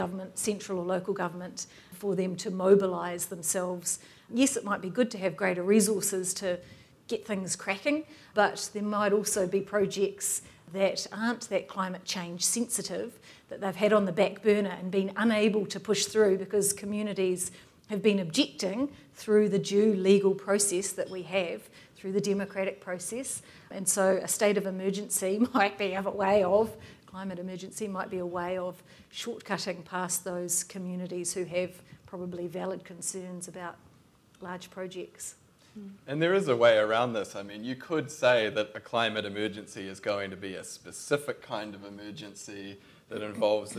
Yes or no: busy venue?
yes